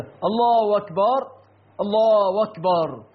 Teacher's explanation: إبدال همزة أكبر بواو